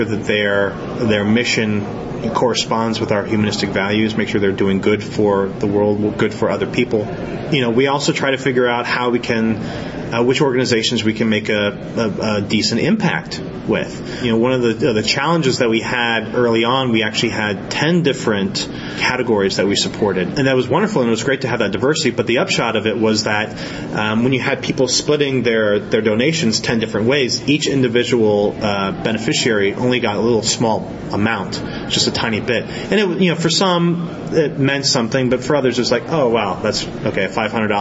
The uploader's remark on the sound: at Skepticon 2012